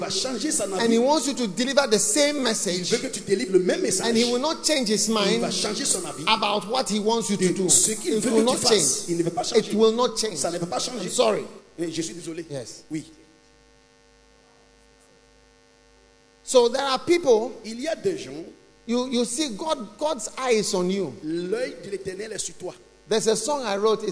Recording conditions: large echoing room